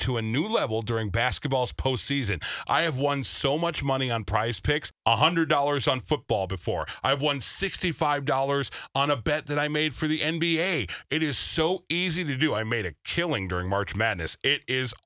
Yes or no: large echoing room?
no